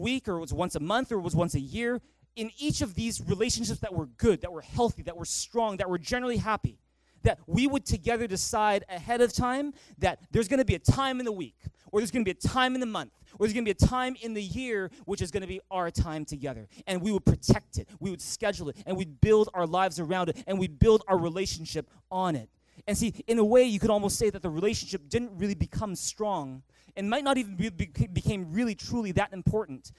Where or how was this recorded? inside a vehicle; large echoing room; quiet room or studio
large echoing room